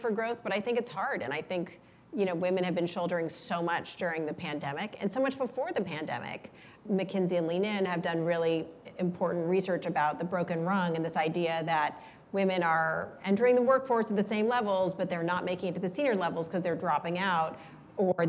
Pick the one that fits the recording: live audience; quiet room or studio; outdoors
live audience